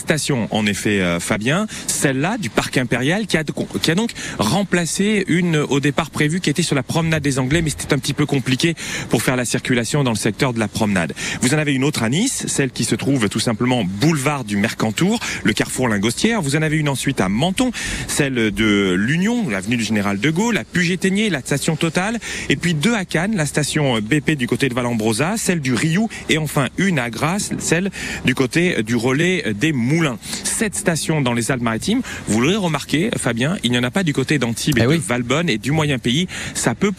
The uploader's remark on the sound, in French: en direct des stations essence